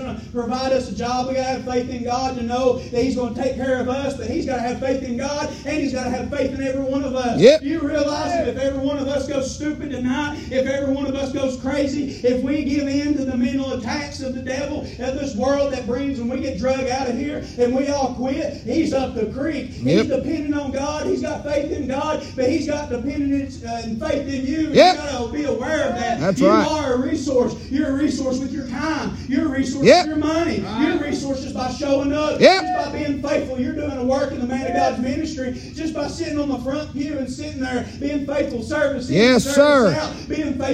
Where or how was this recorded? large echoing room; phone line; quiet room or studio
large echoing room